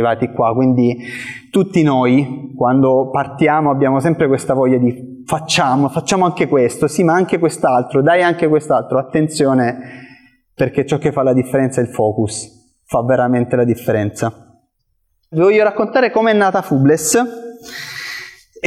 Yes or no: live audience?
yes